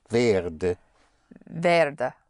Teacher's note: one stress. The stress is on wer. And then you let it fall to werde.